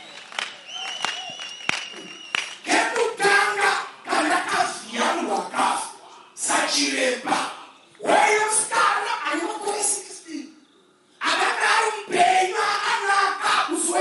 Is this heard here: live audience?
yes